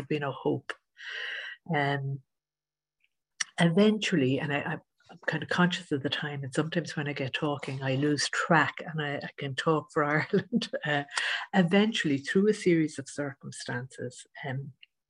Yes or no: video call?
yes